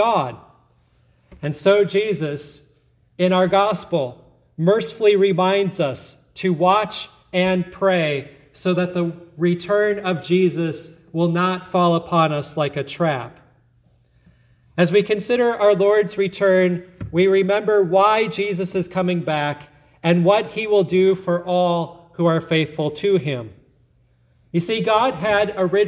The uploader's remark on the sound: sermon at Grace Lutheran Church, Lexington, MO